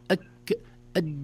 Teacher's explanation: حرف الجيم من حروف الشدة وليس من حروف الرخاوة · Term: حرف شديد